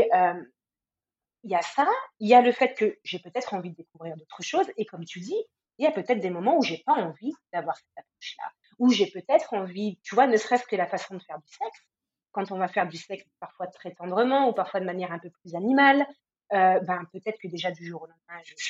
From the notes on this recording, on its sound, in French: Je m'excuse pour la qualité du son.